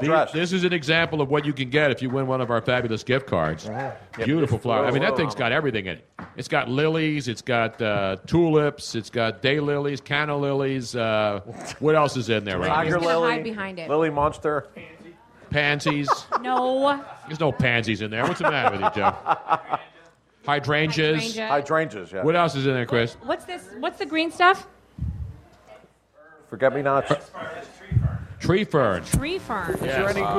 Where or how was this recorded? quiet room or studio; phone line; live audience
live audience